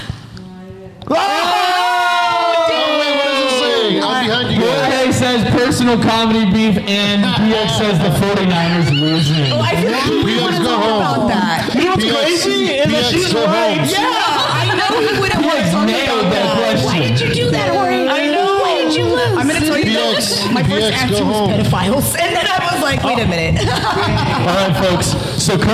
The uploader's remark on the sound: Live From Groundstack Coffee